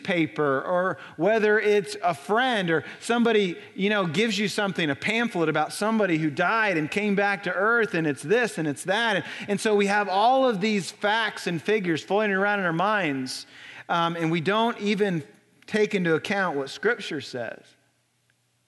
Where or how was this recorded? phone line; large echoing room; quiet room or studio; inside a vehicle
large echoing room